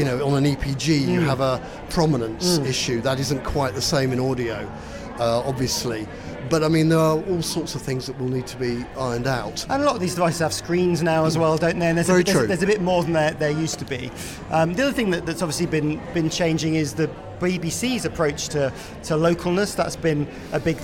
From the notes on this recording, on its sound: LIVE from the 2023 Audio & Radio Industry Awards Nominations. LIVE from the 2023 Audio & Radio Industry Awards Nominations !